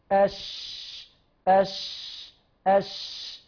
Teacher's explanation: الشين من وسط اللسان حرف شجري